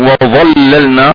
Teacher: اللام الأولى والثانية مرققتان · Term: ترقيق اللام